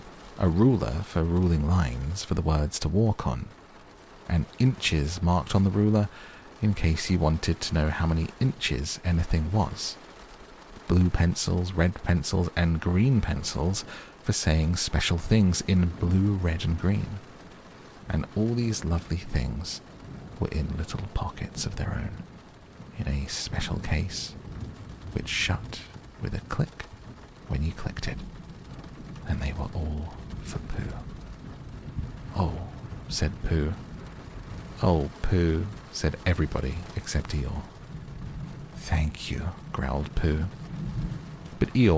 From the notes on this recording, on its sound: A complete reading of Winnie The Pooh with relaxing rain sounds in the background to help you sleep.